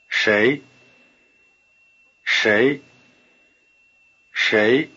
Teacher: The tongue is curled back in the retroflex position for the consonant of 谁. It's the same sound you had in 是. · Term: R-flavored SH